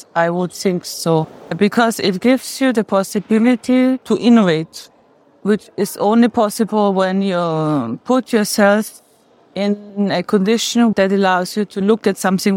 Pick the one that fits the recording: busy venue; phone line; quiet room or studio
busy venue